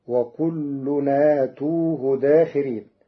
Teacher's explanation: قرأ ورش كلمة أتوه بمد الهمز وضم التاء